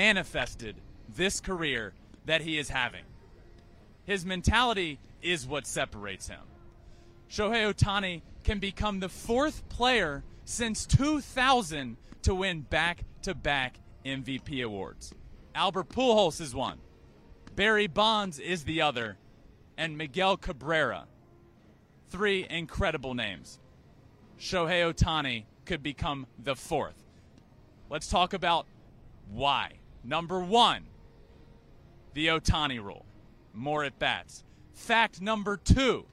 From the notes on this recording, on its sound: LIVE from Angels Stadium in Anaheim for MLB Opening Day!